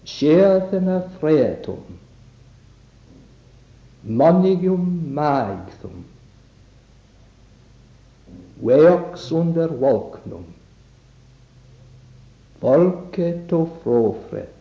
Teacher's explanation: there is more than one unstressed syllable between the two stressed syllables · Term: A-type half lines